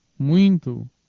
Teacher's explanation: in the word muito and variants, the U and the I are both nasalized, and a non-spelled N is also pronounced